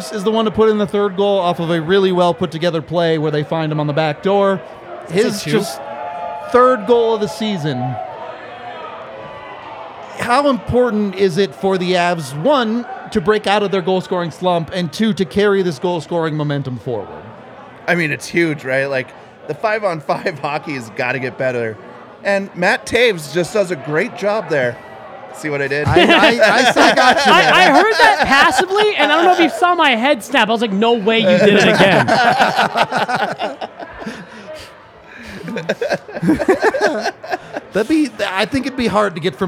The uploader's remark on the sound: LIVE from the DNVR bar